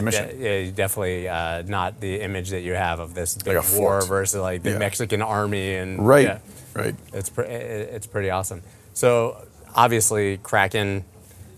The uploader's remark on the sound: recorded at Consensus 2022 in Austin, Texas